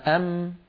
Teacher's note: فلو سددنا الأنف وقلنا أم نجد بأن الصوت قد اختل، أم أم، لأن الغنة جزء الميم.